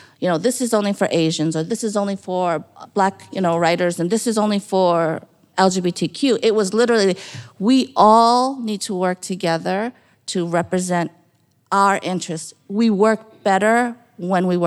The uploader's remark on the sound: a live conversation at the 2023 American Libraries Association LibLearnX conference in New Orleans